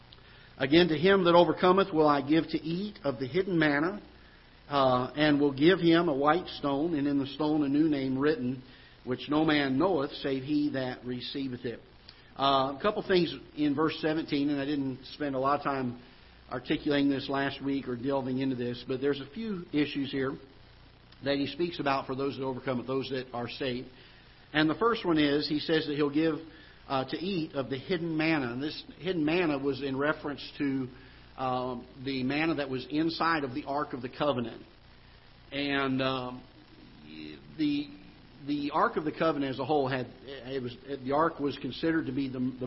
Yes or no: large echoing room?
yes